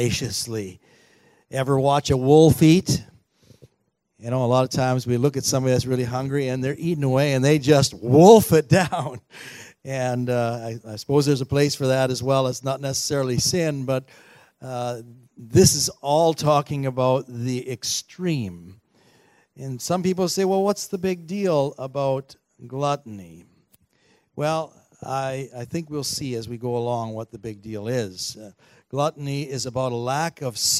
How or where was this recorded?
large echoing room